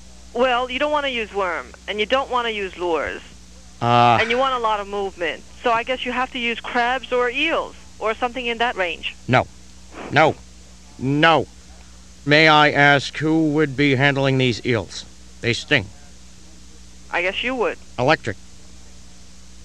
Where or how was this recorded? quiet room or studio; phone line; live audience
phone line